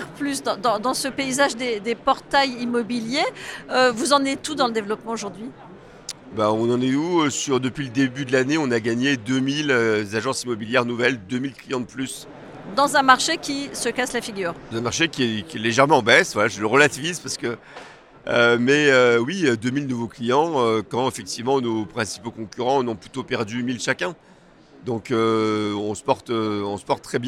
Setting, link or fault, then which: setting, busy venue